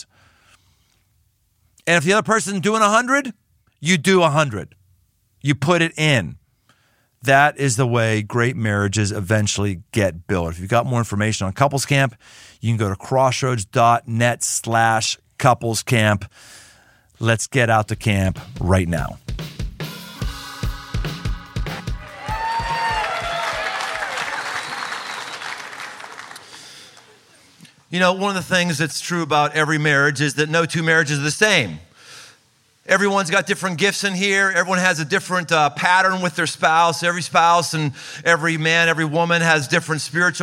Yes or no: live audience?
yes